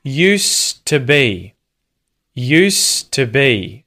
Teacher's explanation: The D disappears at the end of the word use.